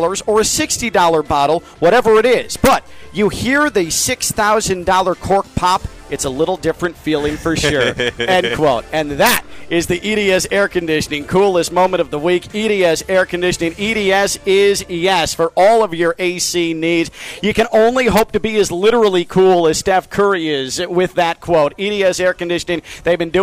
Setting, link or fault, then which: setting, busy venue